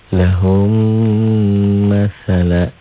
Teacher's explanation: Mim mati bertemu dengan mim hidup. Melebur, ditahan dan dengung. · Term: idgham mimi